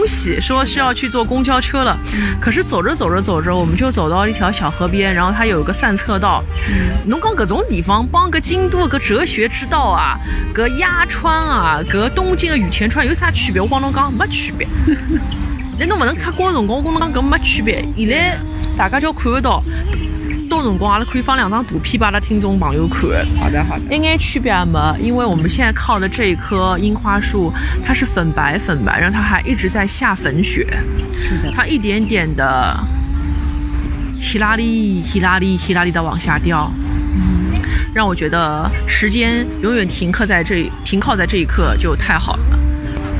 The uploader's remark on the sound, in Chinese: 来到杭州展开了一场为期一天半的“访友之旅”，也是主播们第一次尝试边走边录，在万物有灵皆美的大自然中，与花鸟鱼虫一同放声。取材自杭州之旅第二天，于民宿大堂早餐时间的录制。